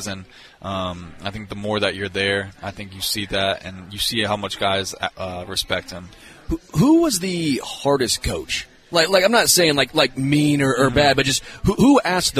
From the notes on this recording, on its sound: LIVE from Hollywood Casino!